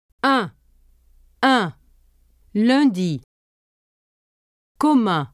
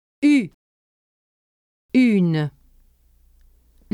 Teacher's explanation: Note the pronunciation difference between un and une. Un is made of only one sound, the nasal vowel un, while une has two sounds, the vowel u, as in tu, and the consonant n. Let the air go through both your mouth and your nose when you pronounce un.